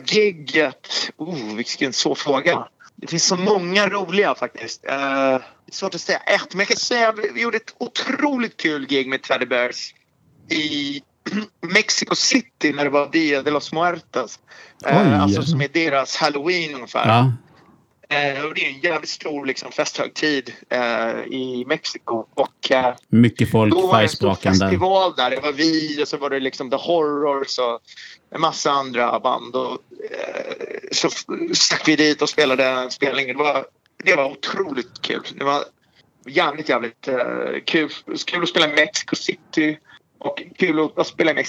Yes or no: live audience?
no